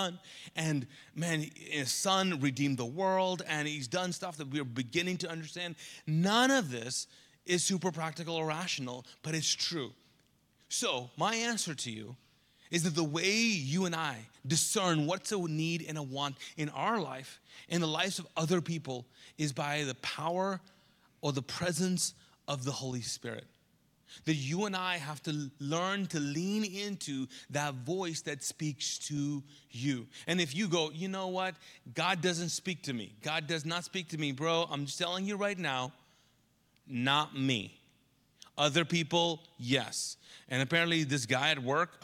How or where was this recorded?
large echoing room